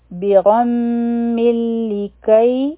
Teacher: د لام سره چې یو ځای شي نو ادغام به وشي بغم لکی کئی حروف لین دی او لا حرف مده دی